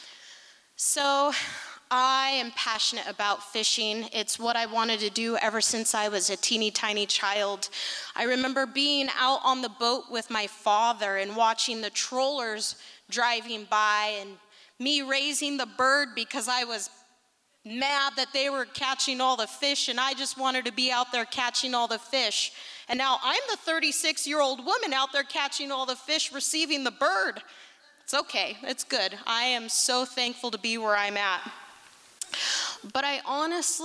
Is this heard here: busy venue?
yes